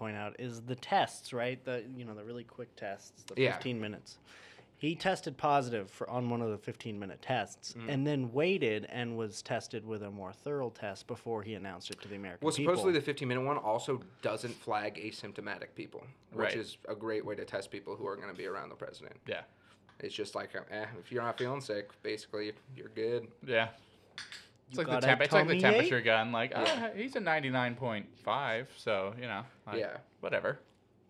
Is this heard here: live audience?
no